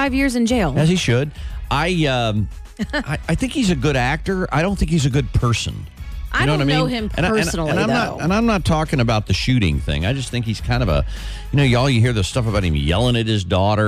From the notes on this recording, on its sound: On the phone! From the Chiefs Radio Network.